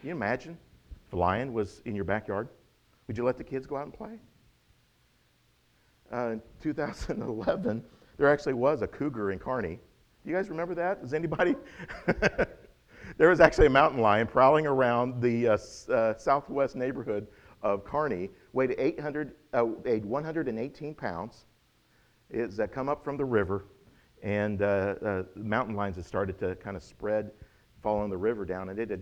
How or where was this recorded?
large echoing room